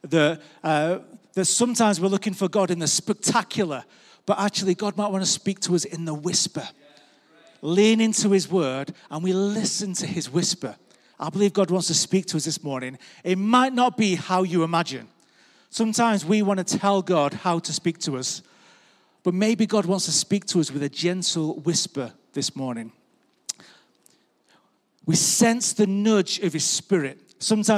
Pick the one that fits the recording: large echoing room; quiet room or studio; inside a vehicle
large echoing room